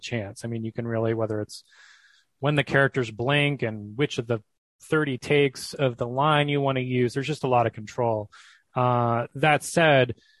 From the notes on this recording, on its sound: He joined me over Zoom